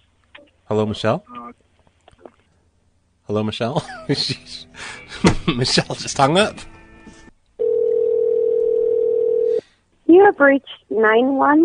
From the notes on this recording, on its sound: RBCP's Personal Prank Phone Calls Collection